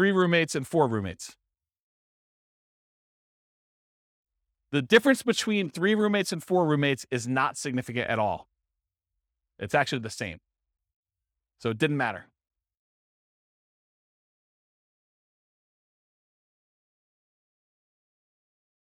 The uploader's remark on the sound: This was a live class recorded